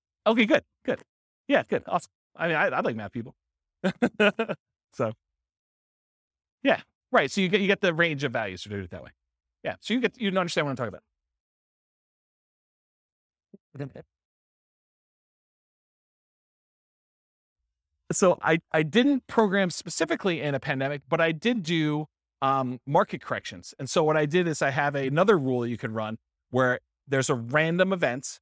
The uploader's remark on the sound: This was a live class recorded.